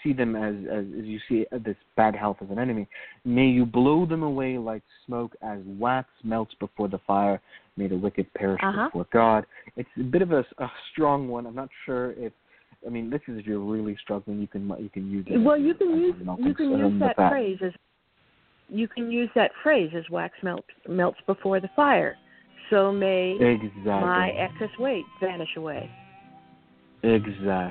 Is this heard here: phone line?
yes